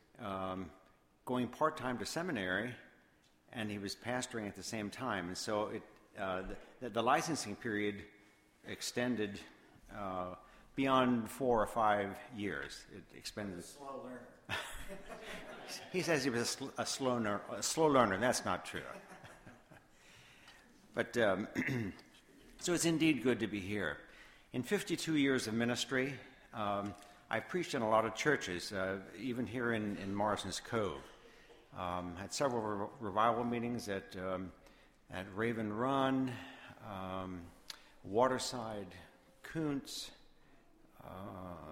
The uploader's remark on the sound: Sermon Audio from Woodbury Church of the Brethren.